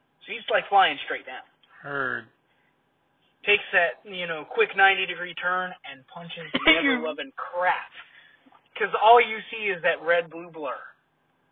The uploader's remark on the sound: Sorry for the poor audio this part.